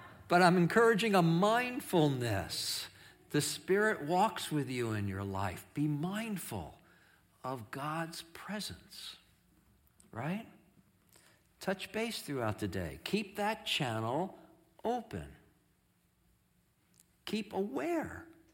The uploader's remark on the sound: Streamed live from our campus in Westlake Village, CA